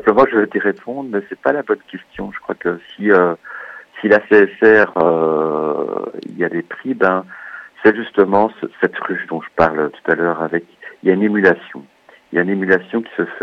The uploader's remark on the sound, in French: Nous recevons par téléphone le directeur de l' Atelier de Création Sonore Radiophonique.